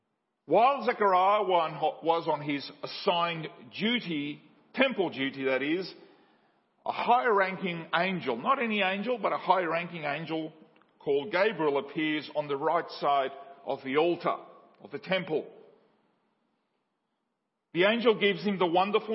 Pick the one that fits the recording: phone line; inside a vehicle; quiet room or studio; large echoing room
large echoing room